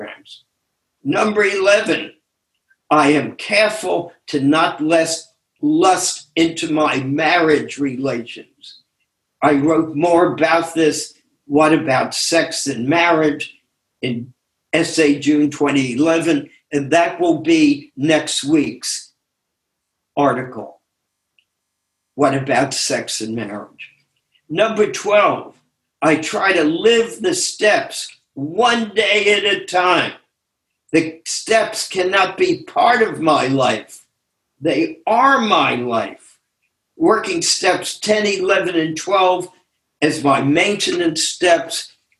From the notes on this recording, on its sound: took us on a zoom journey